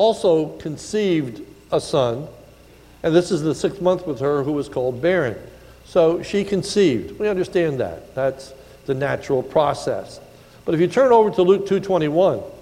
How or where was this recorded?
large echoing room